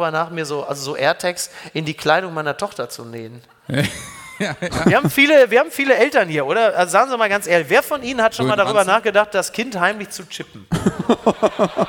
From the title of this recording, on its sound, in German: live aus Köln